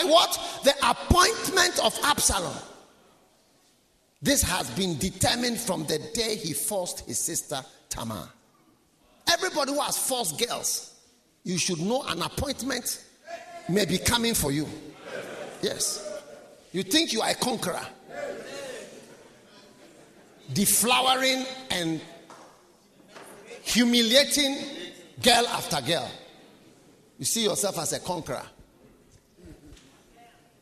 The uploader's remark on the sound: Preached at the Nerelugu Pastors‘ Conference.